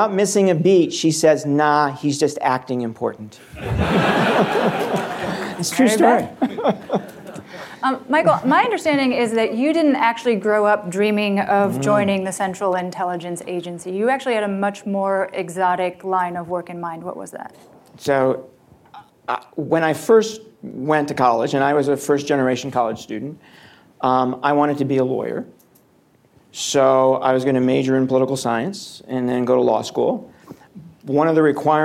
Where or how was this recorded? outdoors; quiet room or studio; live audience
live audience